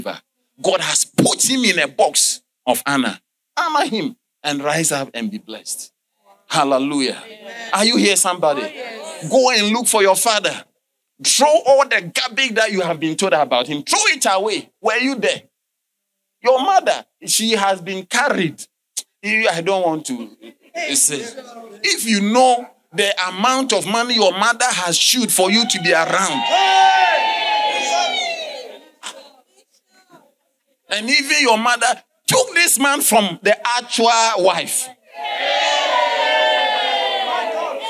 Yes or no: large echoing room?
yes